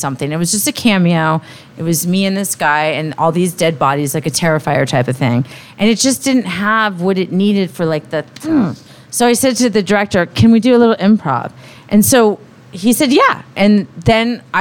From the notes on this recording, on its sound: Recorded live at the first annual America's Haunts and Hops horror convention.